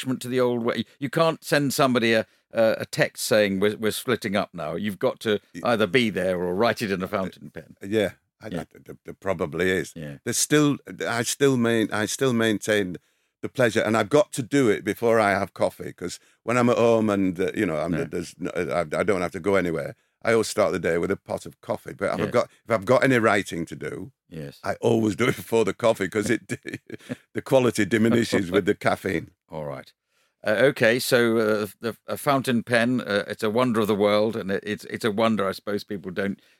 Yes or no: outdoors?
no